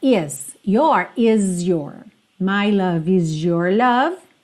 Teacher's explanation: O S do is aqui fica meio Z, porque já tá juntando no your